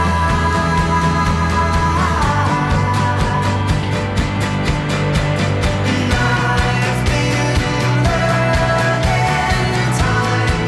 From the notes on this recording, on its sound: As soon as I sat down in the van. We both slurped away watching the rain outside. Was back in Canada.